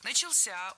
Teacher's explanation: ударение на возвратную часть «ся»